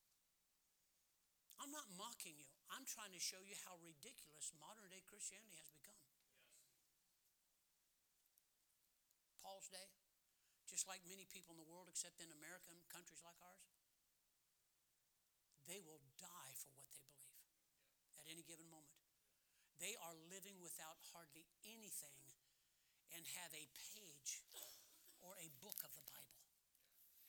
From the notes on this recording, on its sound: Sermons preached from the pulpit of Anchor Baptist Church in Columbus, Ohio.